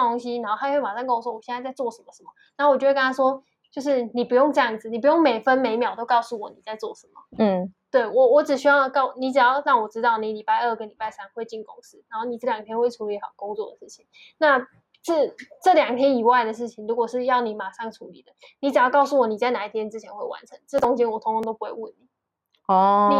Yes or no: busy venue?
no